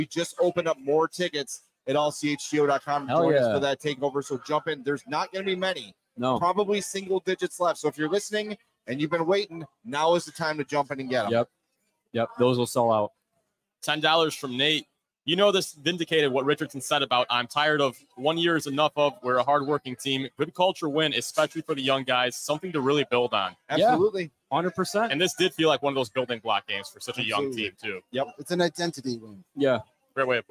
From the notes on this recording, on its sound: LIVE from Legends Grill and Bar in Mokena. CHGO Blackhawks LIVE Postgame Podcast from Legends Grill and Bar in Mokena!